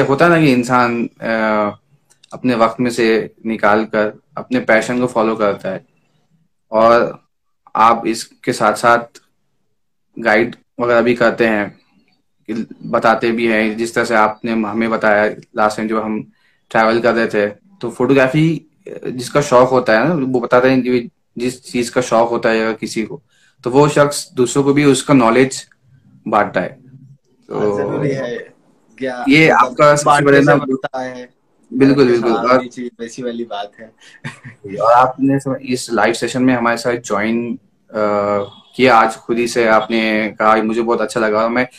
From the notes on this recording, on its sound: Recorded live on Instagram at 9 PM on 19 August, 2021.